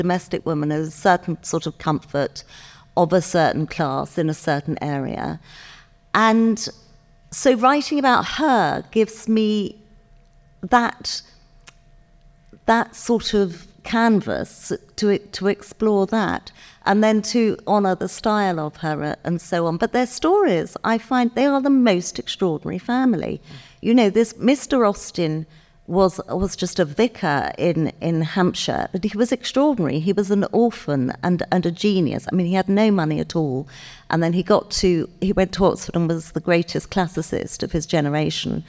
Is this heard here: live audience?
yes